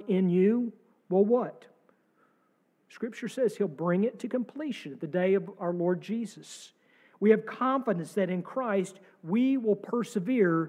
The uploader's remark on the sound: Sermon from our service on March 26, 2023.